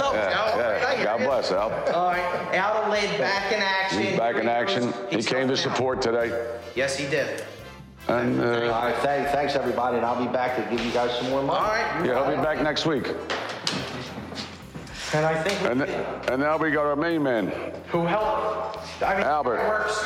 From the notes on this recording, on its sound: live at their turkey drive